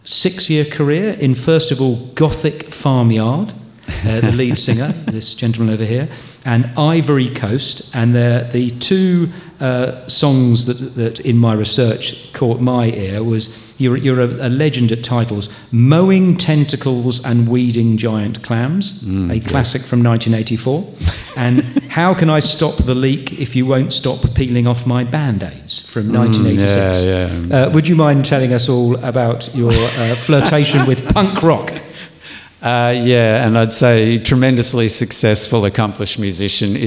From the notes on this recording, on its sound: Live from the Castlemaine Festival. Recorded live at the Castlemaine State Festival. In front of a live audience.